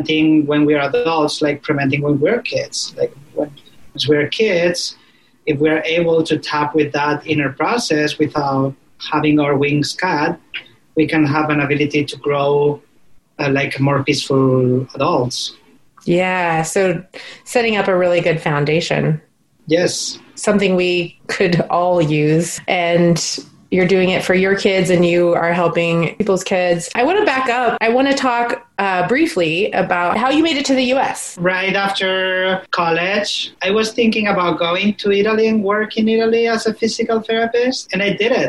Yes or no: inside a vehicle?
no